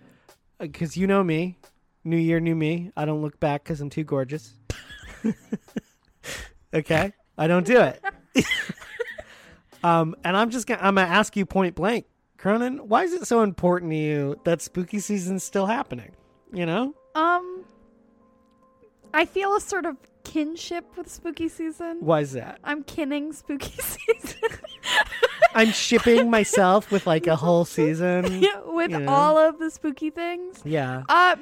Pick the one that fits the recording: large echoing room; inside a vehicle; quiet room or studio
inside a vehicle